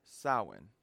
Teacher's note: My understanding is that the MH in the middle of a word indicates a pause or a break between syllables and takes on the W sound in Irish Gaelic or, in Scottish Gaelic, a V sound, which makes it Samhain.